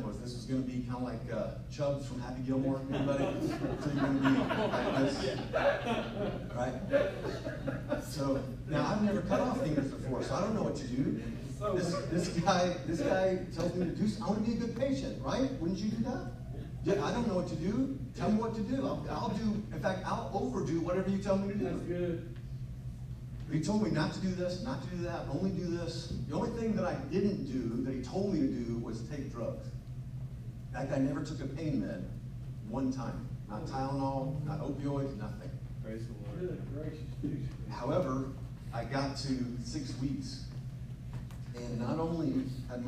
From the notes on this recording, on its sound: LIVE From The 2022 TCR Fall Event. Took the microphone and shared his story and message to the members of the TCR community.